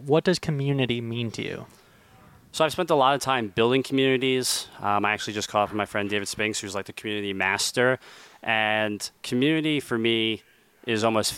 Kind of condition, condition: setting, busy venue